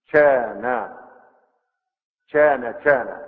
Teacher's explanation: ينطق الكاف مشوبة بالشين والجيم، شانا شانا شانا، بدل كان يقول شانا. · Term: الكشكشة